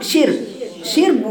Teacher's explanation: لأن الراء قبلها مكسور وهي ساكنة يبقى شرب رقيقة